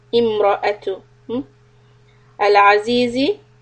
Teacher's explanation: So here we have ra heavy and hamza on alif will be clear.